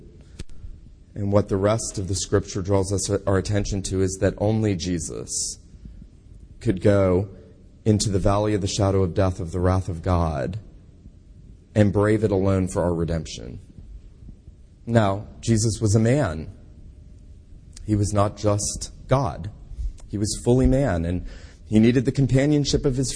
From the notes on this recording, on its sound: This sermon was preached at Kirk of the Isles PCA in Savannah, GA